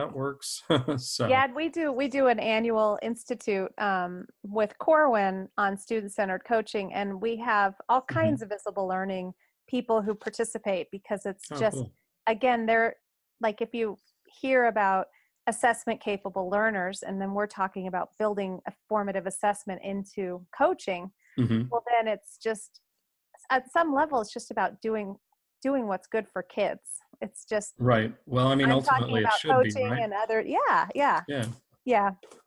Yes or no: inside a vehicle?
no